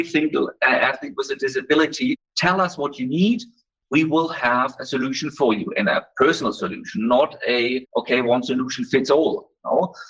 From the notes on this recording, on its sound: I’d like to apologise for the audio quality of this episode as we faced some technical issues when connecting with him virtually for the interview.